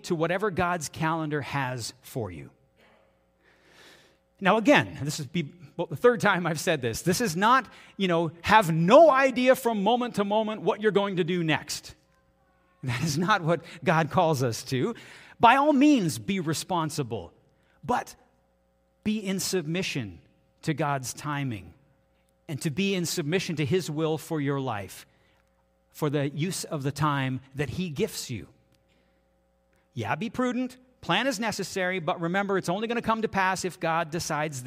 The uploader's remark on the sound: This is audio taken from the June 4, 2023 Sunday sermon at FBC Charlottetown PEI Canada.